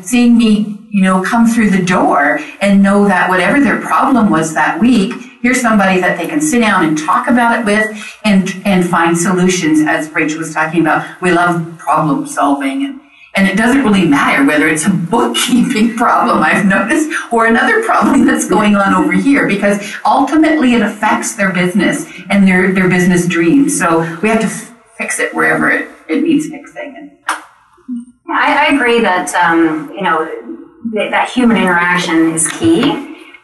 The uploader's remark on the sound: At Sage Summit 2017 in Toronto and recorded an episode featuring a great panel discussion.